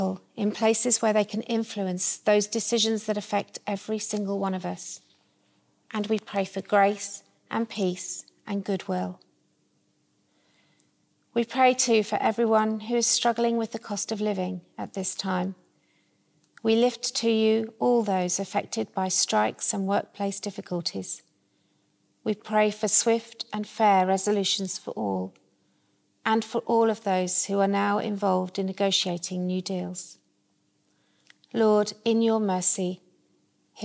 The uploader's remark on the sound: Service from Holy Rood Church, Stubbington, with a guest appearance from the Crofton Parish mascot.